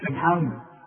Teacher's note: السين طلعها سين، ما طلعهاش بقى زي ما تكون صاد · Term: السين سين